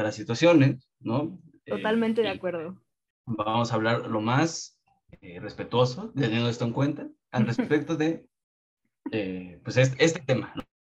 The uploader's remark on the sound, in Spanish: Uno de los episodios con peor calidad de audio.